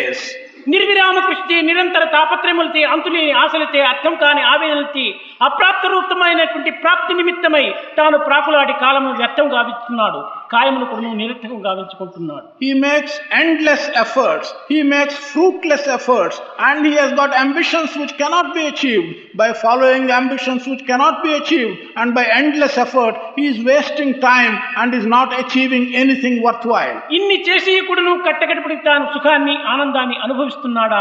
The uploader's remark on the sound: During the 2nd World Conference of Sri Sathya Sai Organisations.